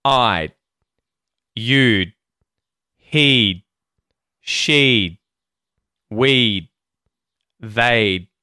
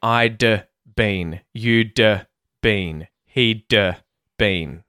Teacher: So, the D gets muted in our mouths. We're not releasing it. · Shown in: first take · Term: muted D